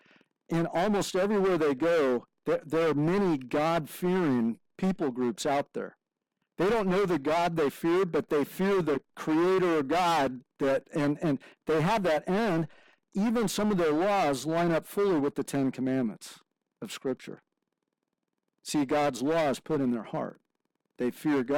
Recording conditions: poor sound quality